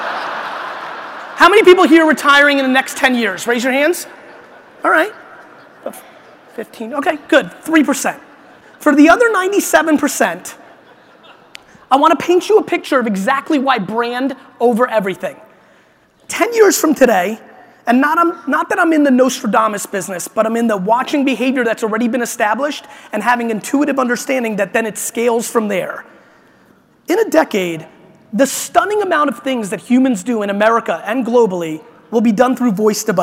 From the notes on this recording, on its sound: This is a keynote I gave in Vegas at the International Franchise Association